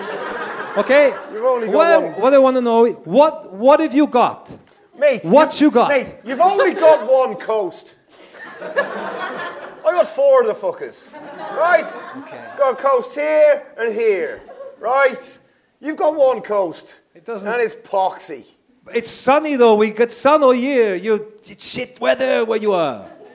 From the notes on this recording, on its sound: Oh and of course members of the wonderful audience too!